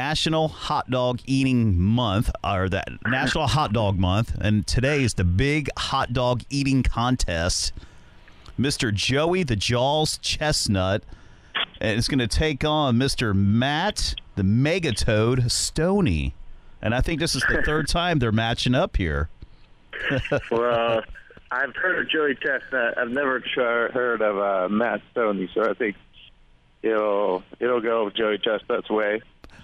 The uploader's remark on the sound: phones in from the City